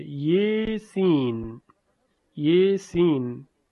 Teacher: حرف یا که الف اون اماله میشه